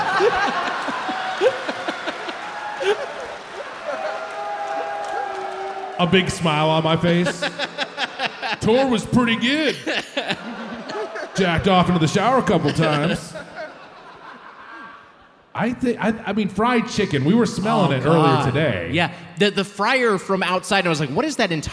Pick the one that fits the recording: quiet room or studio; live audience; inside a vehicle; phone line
live audience